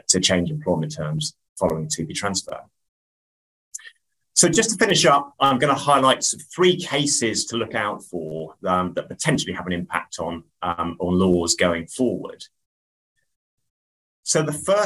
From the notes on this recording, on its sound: Our latest episode features the recording from our webinar last month